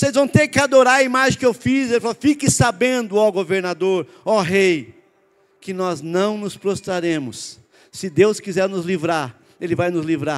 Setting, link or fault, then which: setting, large echoing room